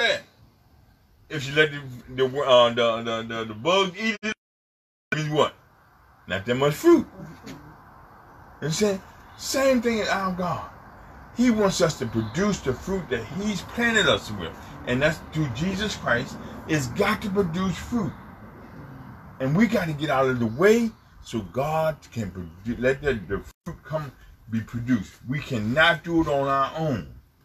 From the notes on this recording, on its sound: FTNFCOG Outside Service May 24, 2020